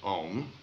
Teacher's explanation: When one pronounces OM, the sound starts in the back of the mouth, ah, and then it goes, fills the mouth cavity, oo, and then it closes at the lips, m.